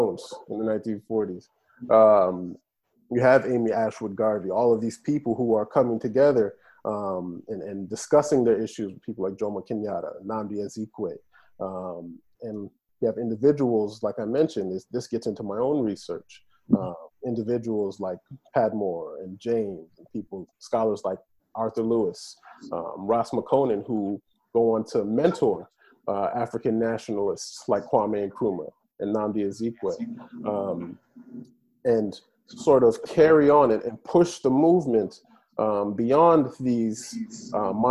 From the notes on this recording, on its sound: This episode is the outcome of a Zoom panel that The Africanist co-organized in the framework of the annual African Heritage Festival of Louisville, Kentucky.